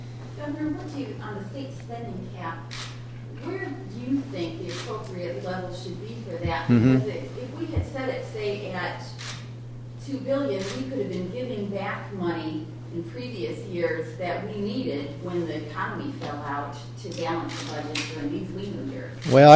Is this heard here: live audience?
yes